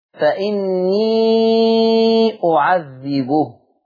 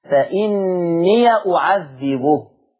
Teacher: فتح الياء، ما بقاش عنده مد · Shown in: second take · فإني، حتى تلاحظوا في رسمة ورش الياء عليها فتحة، فإني أعذبه.